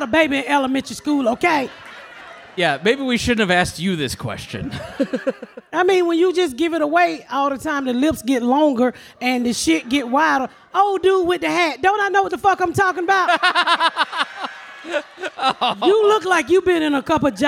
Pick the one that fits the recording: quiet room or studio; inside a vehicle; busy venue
busy venue